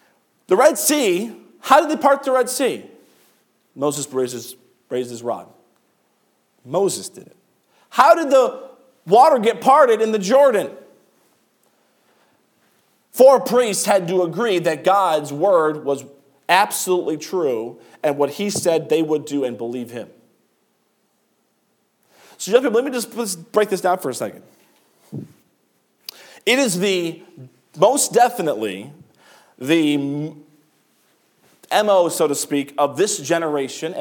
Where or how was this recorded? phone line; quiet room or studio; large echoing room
large echoing room